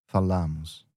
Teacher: Yeah, drop the AR and add amos. And then the stress in the verb changes a little bit. It's not the first syllable, as in falo, but the middle one, falamos.